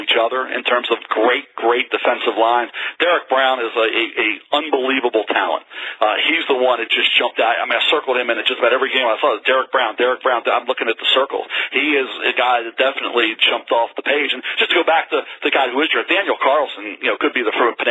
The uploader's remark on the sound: NFL Draft Conference Call